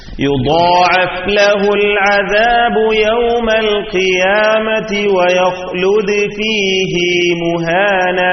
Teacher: ഇവിടെ മാത്രം ഹഫ്സിന് ഫീഹി എന്ന് നീട്ടി ഓതണം